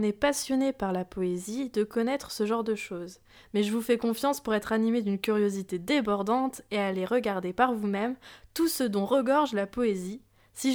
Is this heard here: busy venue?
no